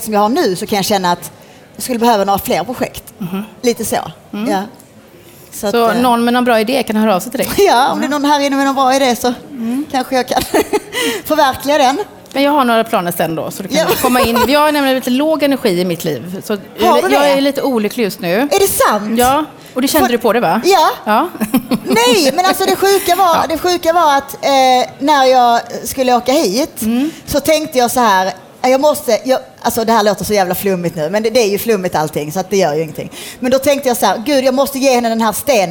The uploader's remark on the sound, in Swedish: Live från DokuPodd 2017 på Fotografiska.